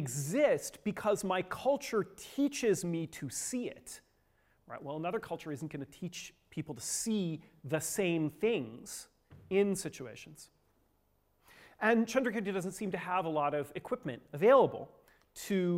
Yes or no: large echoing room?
yes